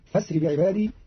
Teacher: قرأ قالون كلمة فأسري بهمز وصل بدل الهمزة المحققة